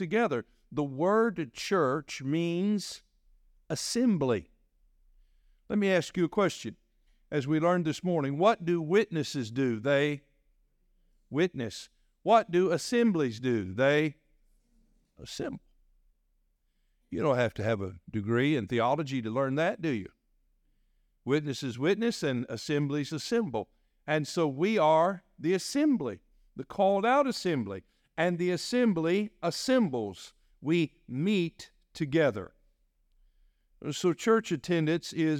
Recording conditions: large echoing room